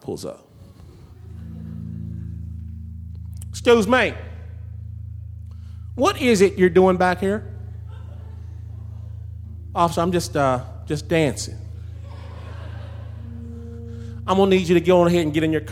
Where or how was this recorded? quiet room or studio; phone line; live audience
live audience